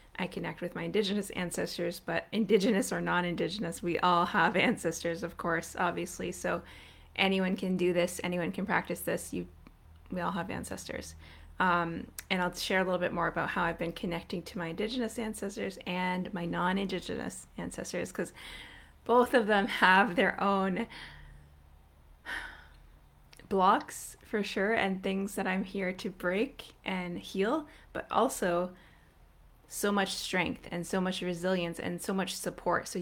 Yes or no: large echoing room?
no